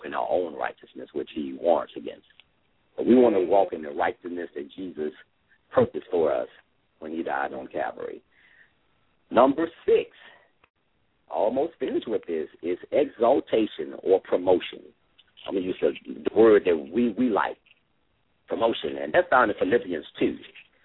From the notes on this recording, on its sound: LML uses a progressive live call in format.